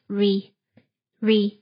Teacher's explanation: the pronunciation of the vowel E here is a short I sound